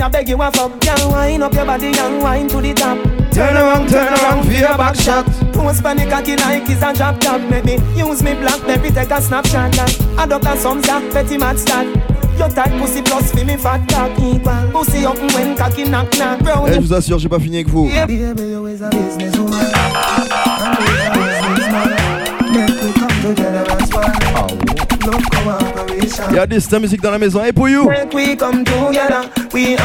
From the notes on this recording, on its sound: Live Twenty One Sound Bar 18 - 01 - 2024